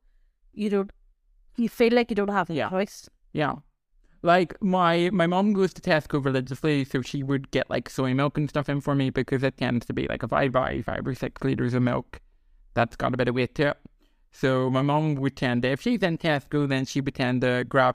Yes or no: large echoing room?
no